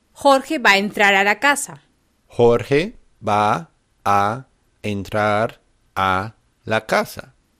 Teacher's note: So these two A's and the E are going to be fused